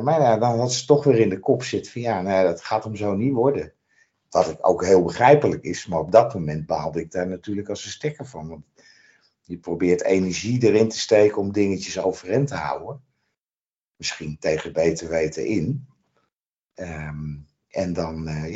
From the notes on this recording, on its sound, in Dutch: Die opgenomen is via Teams.